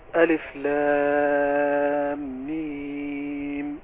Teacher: اللام لازم تمد 3 ألف، ما فيهاش فصال ما تصلش.